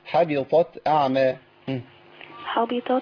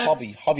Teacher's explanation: نفصل الطاء عن التاء ونفخم الطاء شوية · Shown in: first take · حبطت أعمال حبطت مش حبي حبي لا حبطت مكسورة حبطت أعمالهم فأصبحوا خاسرين.